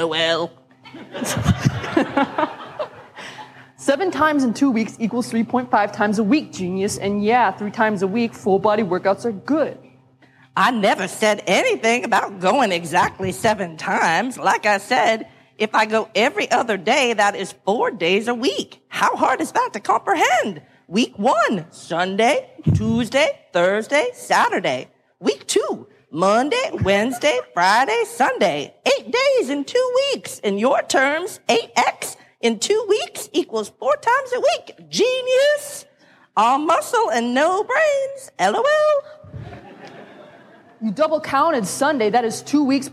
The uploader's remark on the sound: Live at SXSW